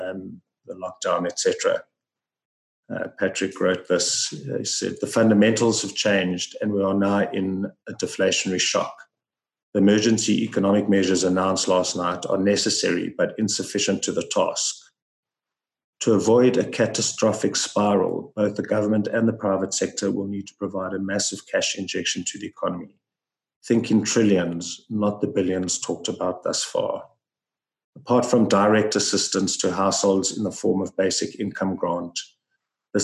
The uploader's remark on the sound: Listen to the full online Zoom call.